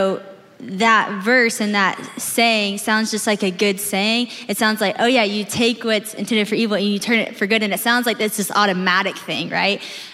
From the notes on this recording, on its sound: This conversation was recorded live at The Grove, a gathering for the women of Atlanta, Georgia, now in its ninth year.